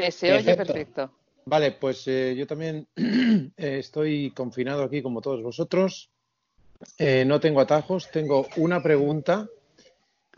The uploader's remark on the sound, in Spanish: A pesar del actual Estado de confinamiento debido a la cuarentena por la pandemia del Covid-19. En esta ocasión se ha realizado de forma virtual, a través de un chat grupal de Skype.